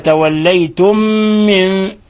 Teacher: الميم الأولى ساكنة والميم الثانية متحركة، فأدغمنا الميم الأولى في الثانية فصار عندنا ميم مشددة، لأن الإدغام قالوا هو الإدخال، والإدغام هو إدخال حرف ساكن في حرف متحرك بحيث يصبحان حرفا واحدا مشددا يرتفع فيه اللسان ارتفاع واحدا. · Term: إضغام المثلين الصغير